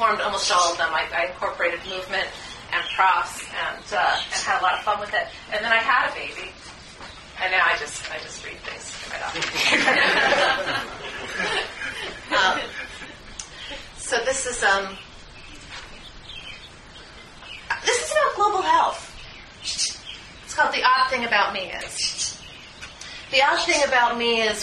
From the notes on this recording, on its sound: Came back into town in May of 2009 for a special reading at The Poetry Motel.